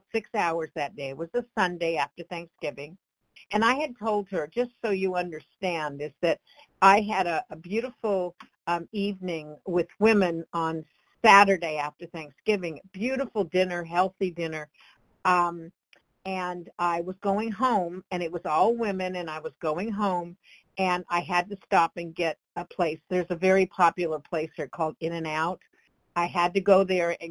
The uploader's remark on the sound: from the 100 Pounders Phone Meeting